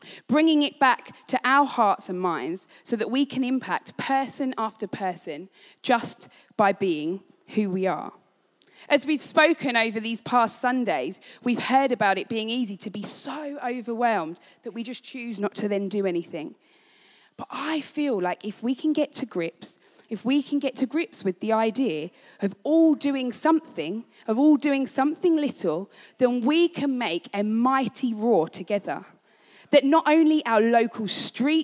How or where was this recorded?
large echoing room